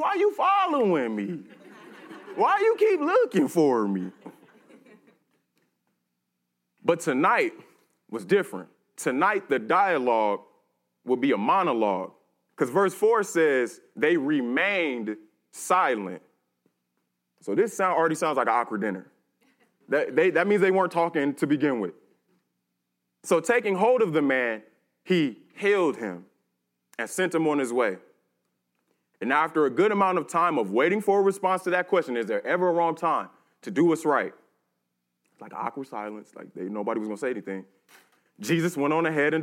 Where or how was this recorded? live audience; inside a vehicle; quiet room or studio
live audience